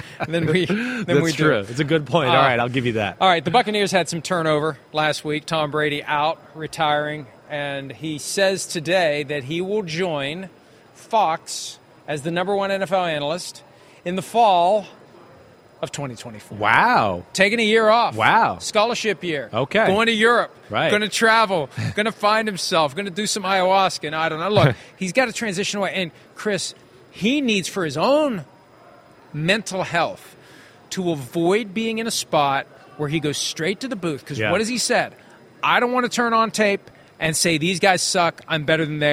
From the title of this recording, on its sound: PFT Live from Super Bowl Media Week in Arizona